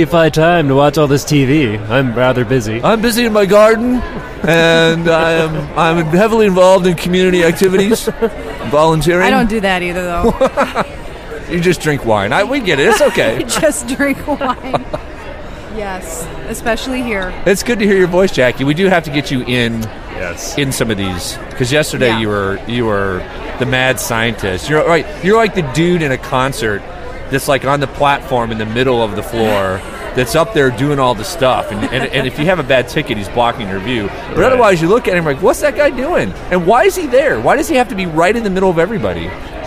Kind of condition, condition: setting, busy venue